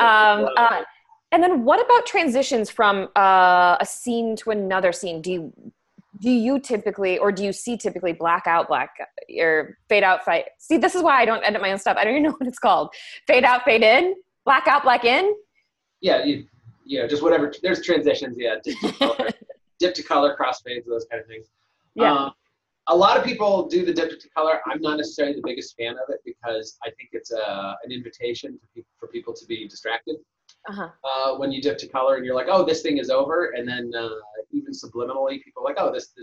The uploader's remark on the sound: We taped this during the pandemic, and it is still, to this day, our most requested zoom recording!